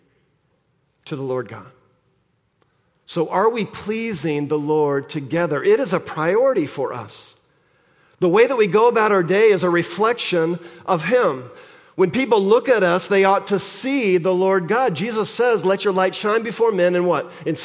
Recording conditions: large echoing room